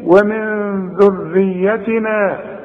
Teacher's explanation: عندك النون وبعدها الذال اخفيها